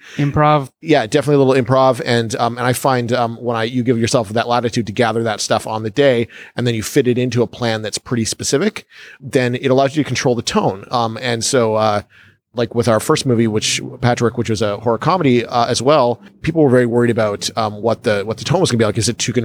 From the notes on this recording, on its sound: Recorded: Friday October 20, 2017 7:00 pm (EST) at Scotiabank Theatre